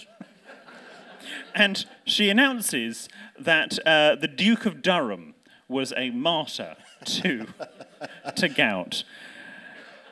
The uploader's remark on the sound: Recorded live in London in November 2023. There's a spurious attempt at a Hyacinth impression from an audience member.